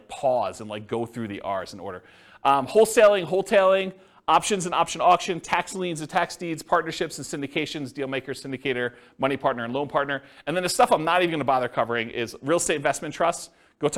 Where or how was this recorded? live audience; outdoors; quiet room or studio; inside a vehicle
live audience